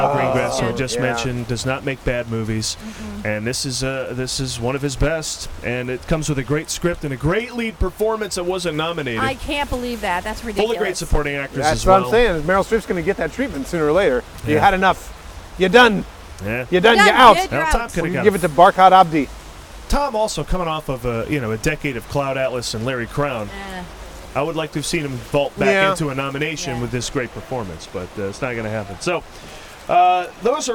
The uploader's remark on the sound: LIVE FROM THE OSCARS RED CARPET